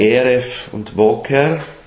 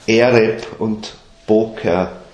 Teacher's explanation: ein Bet ohne Punkt drin, ohne Dagesh drinnen, das wissen wir schon, das wird dann als W gesprochen · Shown in: first take